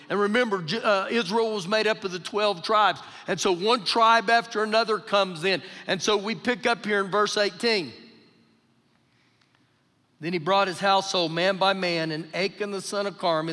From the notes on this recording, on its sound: Recorded live during our Wednesday night service